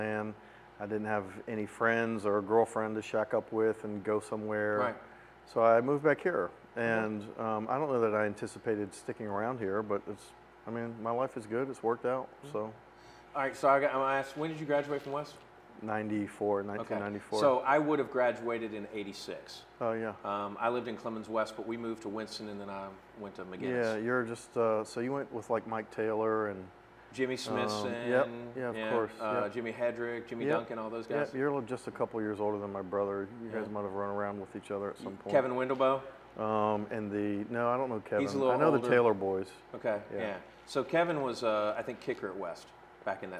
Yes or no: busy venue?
yes